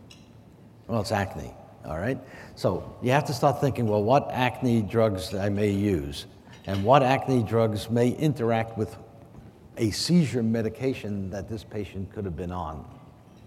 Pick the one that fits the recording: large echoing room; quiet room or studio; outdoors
large echoing room